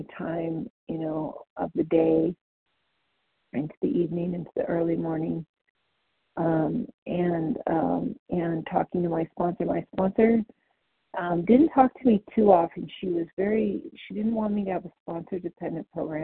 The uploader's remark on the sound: the 100 Pounders Phone Meeting